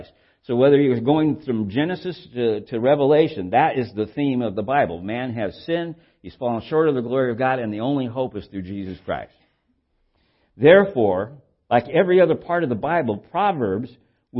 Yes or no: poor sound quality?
no